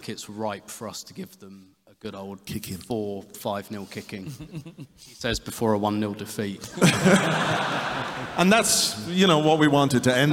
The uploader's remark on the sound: Here's the audio recording of the joint Arsecast and Arsenalvision Podcast live at Union Chapel.